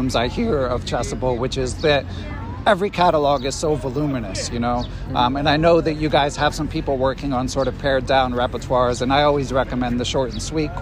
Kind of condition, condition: setting, outdoors